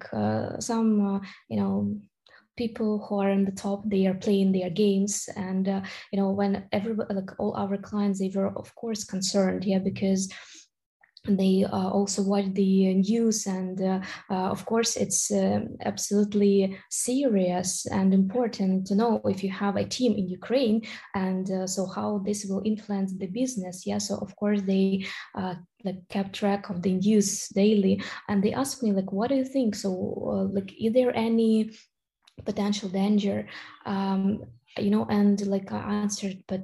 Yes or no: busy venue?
no